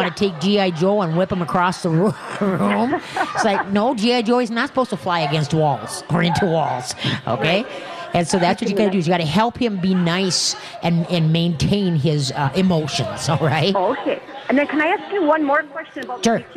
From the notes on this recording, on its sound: We are LIVE from the New Chuck and Don's in West St.